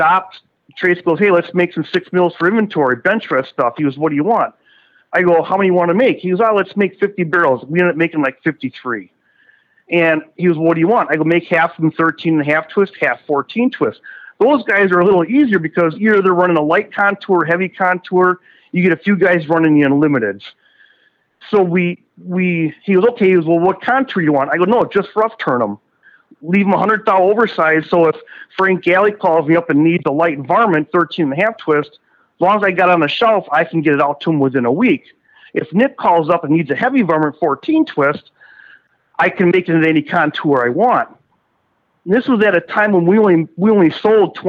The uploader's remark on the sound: on the phone